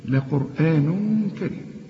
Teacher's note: التنوين اللي بعده كاف، الكاف من حروف الإخفاء، إخفي هنا